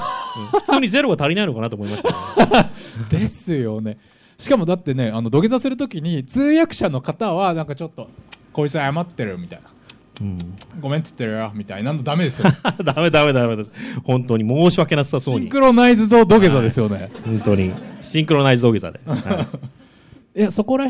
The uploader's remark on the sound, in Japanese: トークイベント】